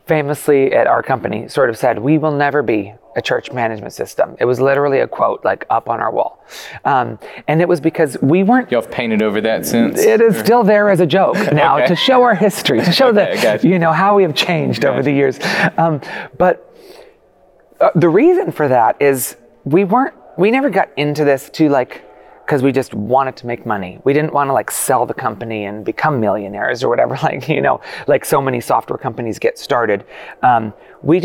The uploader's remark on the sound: two interviews that we conducted while we were at Experience Conference in Orlando